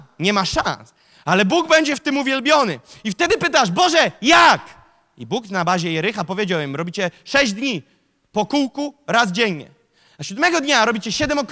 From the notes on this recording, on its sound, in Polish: Zostało nagrane podczas nabożeństwa NOF Church 12. Wyostrz swój duchowy wzrok!” to fragment nauczania, które zostało nagrane podczas nabożeństwa NOF Church.